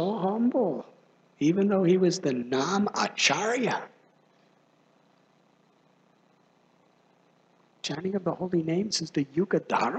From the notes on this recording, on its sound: Initiation Lecture. At Sri Kishore Krishori Temple, Chicago.